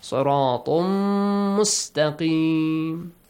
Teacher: طَا has a تنوين plus next word starts with ميم merge them · Term: إِدْغَام